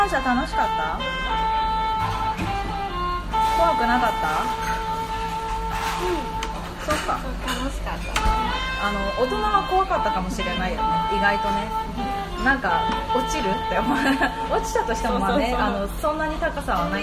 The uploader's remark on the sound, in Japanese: 外収録！屋上かまたえん。